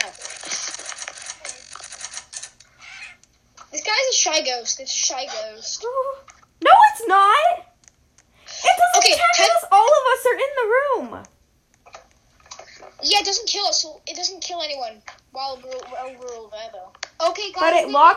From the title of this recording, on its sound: HEADPHONE WARNING